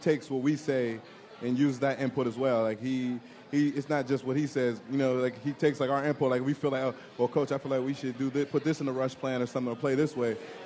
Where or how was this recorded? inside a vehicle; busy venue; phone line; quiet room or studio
busy venue